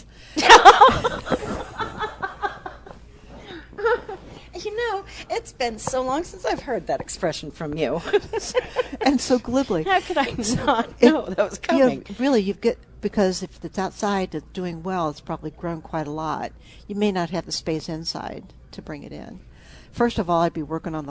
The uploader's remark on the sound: Live at Prairie Gardens